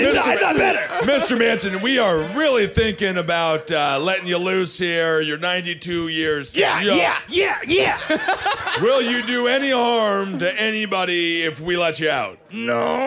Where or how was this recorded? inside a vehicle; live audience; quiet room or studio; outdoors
live audience